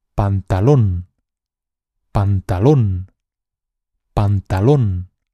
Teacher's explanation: En este caso, la sílaba tónica es lon. Como es la última sílaba de la palabra, esta palabra es aguda.